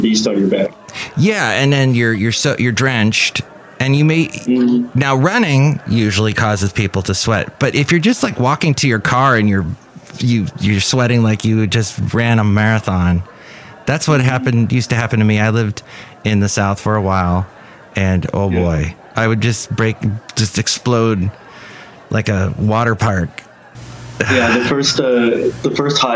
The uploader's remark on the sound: podcasts live from Café Anyway